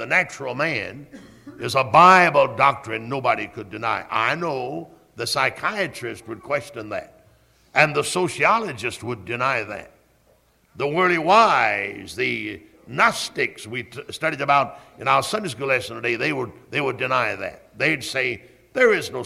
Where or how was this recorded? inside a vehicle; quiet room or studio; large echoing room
large echoing room